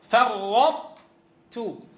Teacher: يدغم إدغاما ناقصا بحيث تبقى صفة القوة ظاهرة، وهي صفة الإطباق